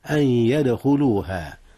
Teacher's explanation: أولئك ما كان لهم أن يدخلوها، أن يدخلوها، هنا إدغام أيضا يا أستاذنا، بغنة أدغمت النون في الياء، أن يدخلوها، ثم كلمة يدخلوها قلقلة في الدال